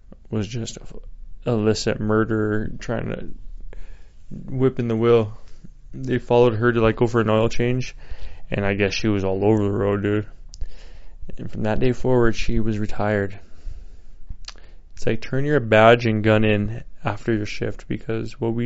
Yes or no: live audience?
no